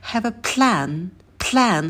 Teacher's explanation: А в слове plan не забывайте про придыхание. У нас вместе идут два звука «п» и «л».